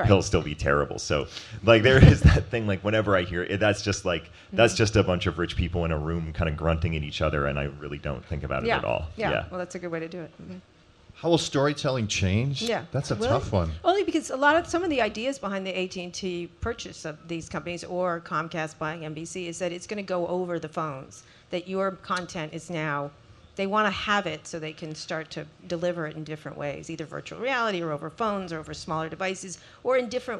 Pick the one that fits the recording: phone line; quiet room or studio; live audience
live audience